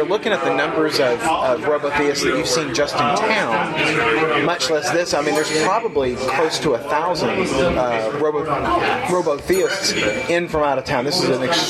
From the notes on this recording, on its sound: recorded at Fear the Con 7